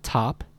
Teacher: And if you hold up a piece of paper in front of your mouth while you say this and you say top, don't overblow it, don't say top, but just say top, you'll notice that the paper moves slightly. And this is because of the aspiration of the initial T.